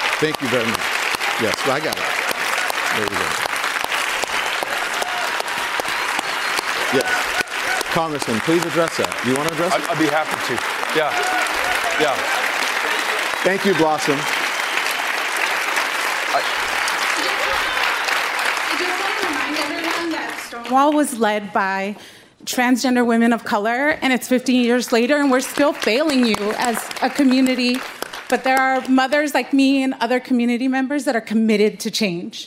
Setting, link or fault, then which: setting, live audience